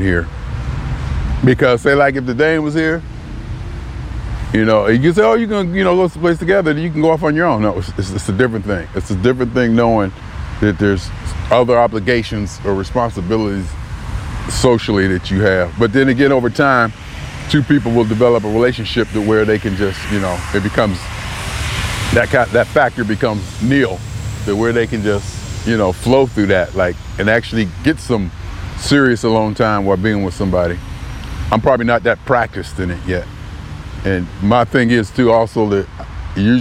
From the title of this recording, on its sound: Me Walking Talking June 25, 2021: Being Alone With Me In New Haven, CT